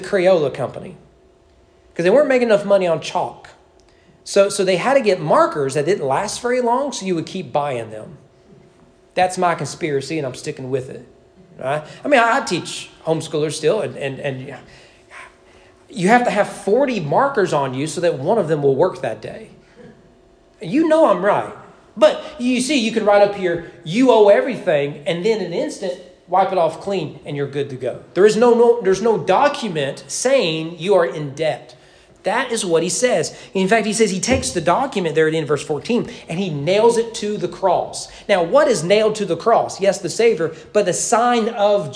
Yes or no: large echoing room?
yes